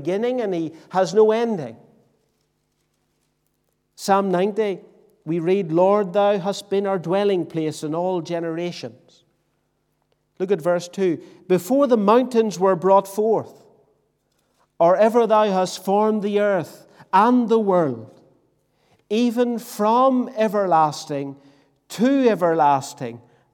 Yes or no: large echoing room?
yes